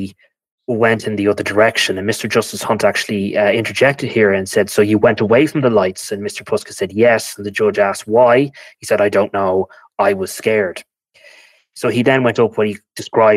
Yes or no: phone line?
no